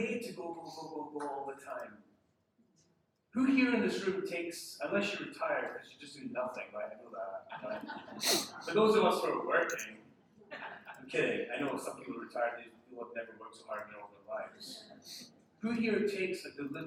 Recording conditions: poor sound quality